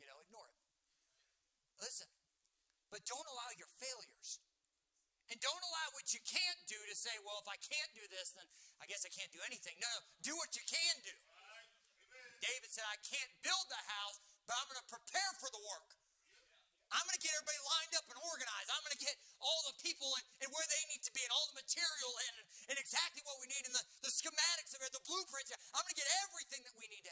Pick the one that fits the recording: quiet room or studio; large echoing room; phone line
large echoing room